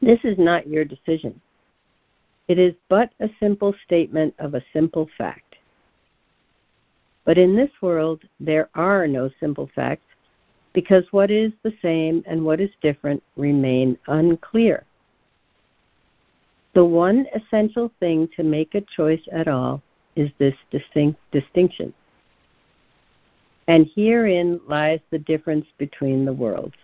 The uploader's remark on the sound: ACIM Daily Conference Call.